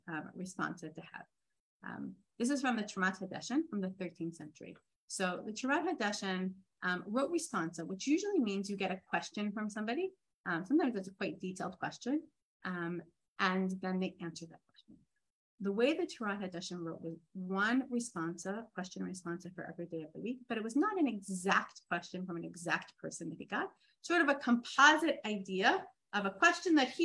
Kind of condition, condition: link, video call